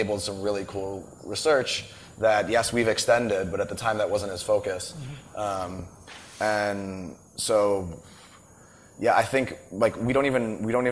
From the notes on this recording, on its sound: Live at RICON, 2014.